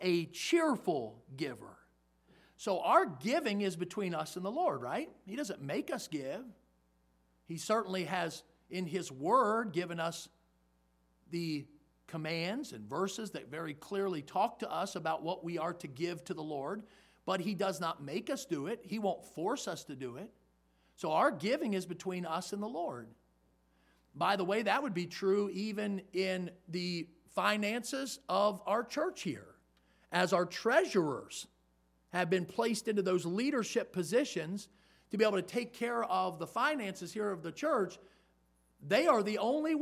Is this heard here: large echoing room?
yes